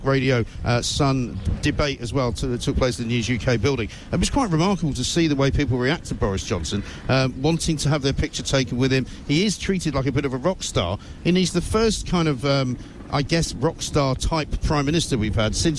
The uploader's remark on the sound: Live from the Tent of Shame on College Green